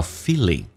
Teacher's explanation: 长元音 E 嘴角往后连一点，而且后鼻音发成前鼻音叫 feeling